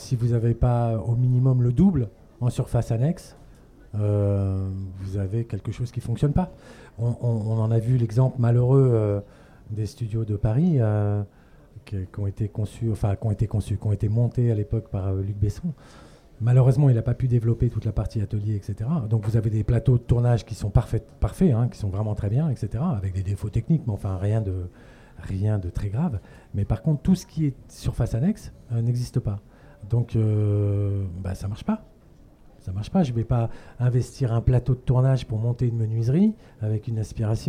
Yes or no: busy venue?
yes